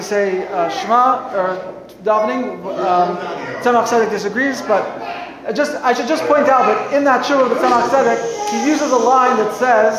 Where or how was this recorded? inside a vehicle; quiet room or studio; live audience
live audience